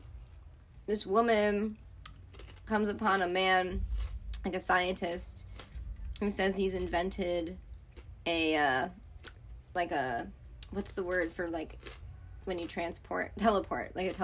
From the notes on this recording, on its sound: Recording (a)live and in person in the Wine Weed Weird recording studio…also known as a closet. IPhone on rolled up yoga mats.